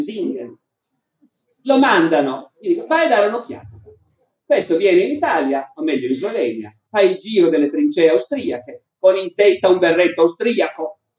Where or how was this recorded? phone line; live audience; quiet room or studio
live audience